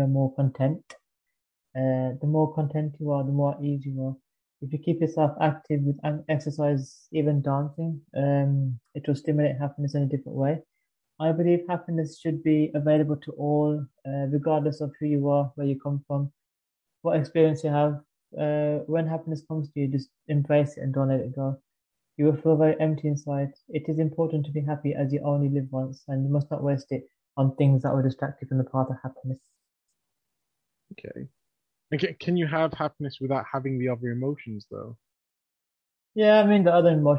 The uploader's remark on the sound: This was recorded via Zoom and you may notice some varying quality in the episode. Talking seems to speed up.